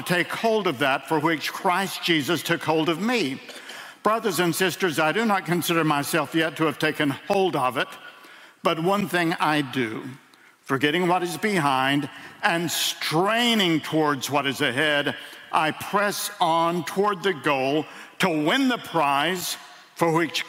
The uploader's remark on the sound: In a sermon delivered at World Outreach Church